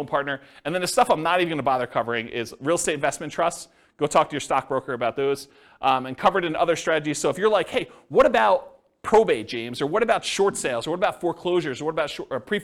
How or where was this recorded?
live audience